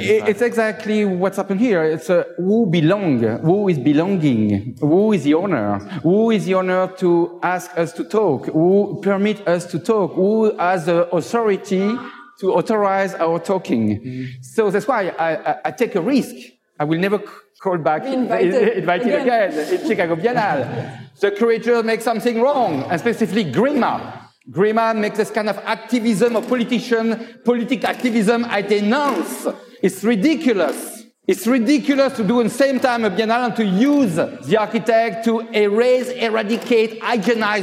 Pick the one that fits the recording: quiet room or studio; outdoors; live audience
live audience